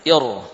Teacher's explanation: walaupun hamzah wasolnya kasrah, namun ra sukun tetap dibaca tebal